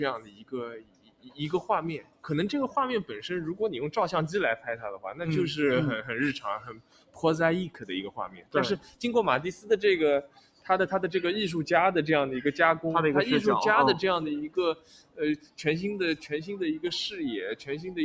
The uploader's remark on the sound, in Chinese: 我们从巴黎蓬皮杜中心的现场，和大家轻松畅谈所见所想